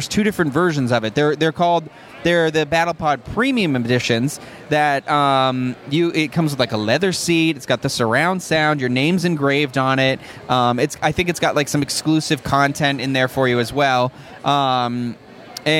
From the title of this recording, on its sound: D23 Expo Day 3 Morning Live Show